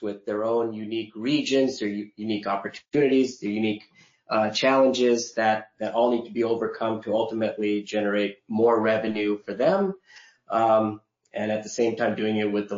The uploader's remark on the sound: Webinar Replay – Audio from an earlier webinar